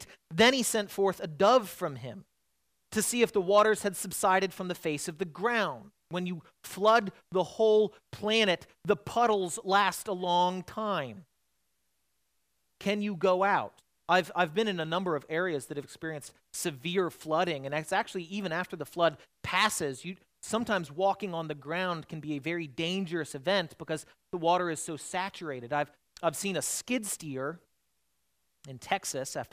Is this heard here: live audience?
no